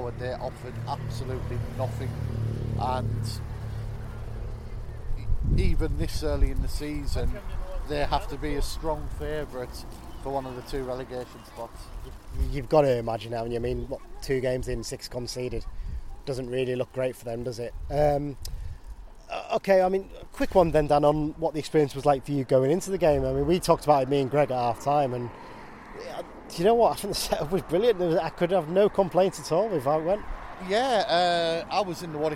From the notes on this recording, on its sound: This episode also contains recordings of the crowd noise and incidents during the game.